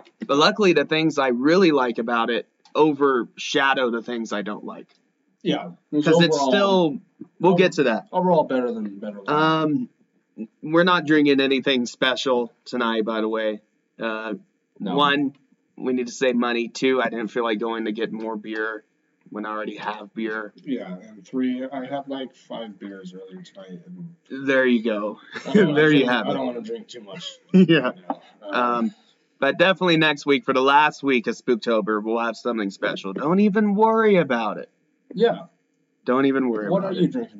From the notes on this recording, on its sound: messed up with our microphones this week, so we apologize about the poor audio quality this episode